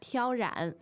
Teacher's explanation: First tone and third tone.